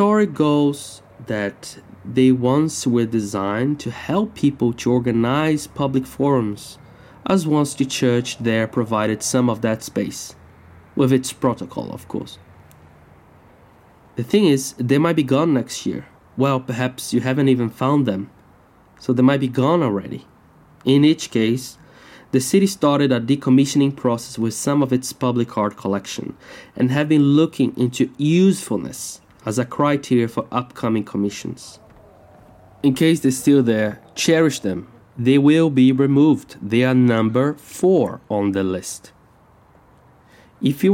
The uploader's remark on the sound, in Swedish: Walking towards Kungsbacka torg. Ljudpromenad i Kungsbacka.